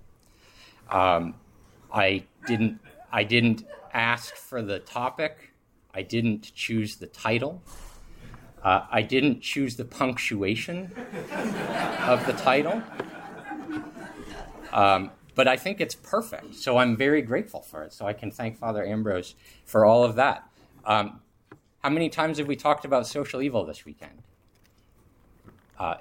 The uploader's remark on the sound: This lecture was given on June 2, 2023, at the 12th Annual Aquinas Philosophy Workshop at Mount Saint Mary College in Newburgh, NY